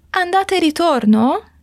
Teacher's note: Em andata, ida, vocês viram que o A continua aberto, né? Em italiano não existe aquele nosso som de A, como coração.